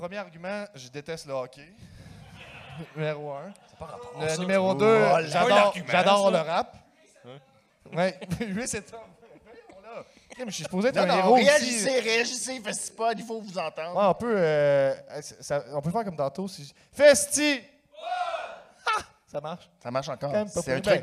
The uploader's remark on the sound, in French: live au FESTIPOD